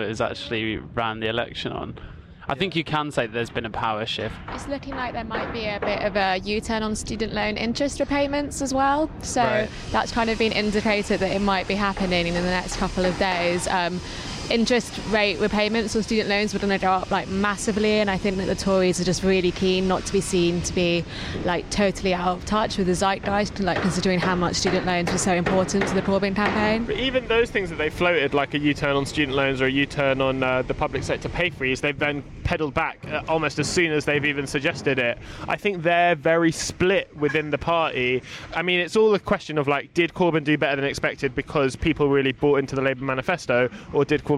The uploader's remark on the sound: Join us outside the VICE office for a big bag of cans.